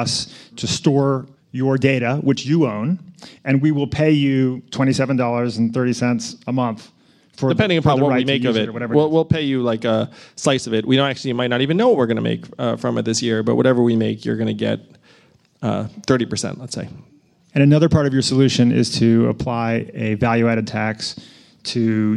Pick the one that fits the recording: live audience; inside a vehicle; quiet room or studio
live audience